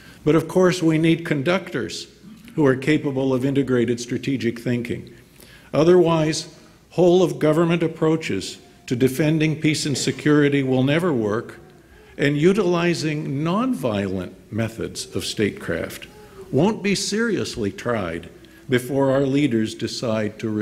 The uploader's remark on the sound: Delivered remarks at IWP's Commencement ceremony on May 18, 2019, at the Fairmont Hotel in Washington, D.C.